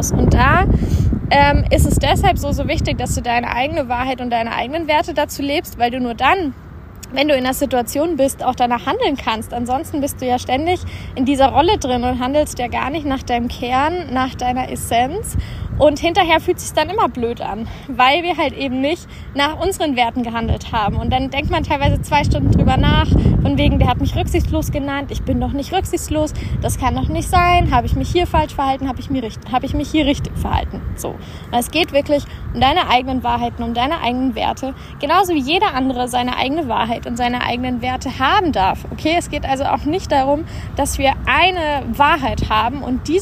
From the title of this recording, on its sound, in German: live aus der Natur